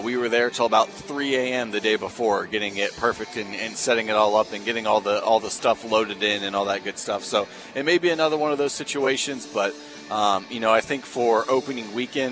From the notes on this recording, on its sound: was live at Marshall University before the Thundering Herd match-up with the James Madison Dukes on the court at the Cam Henderson Center.